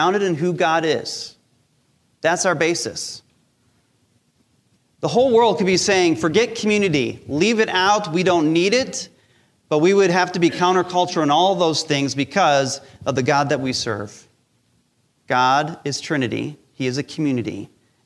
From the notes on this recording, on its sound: Recorded live during our Sunday Service